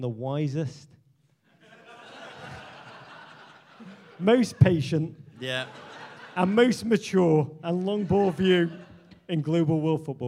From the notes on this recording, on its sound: Live at the British Embassy in Washington D.C.